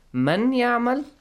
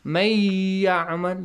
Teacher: So, when you merge them, the Nun with Ya changes, the sound Nun changes to Ya · Shown in: second take · Term: Idgham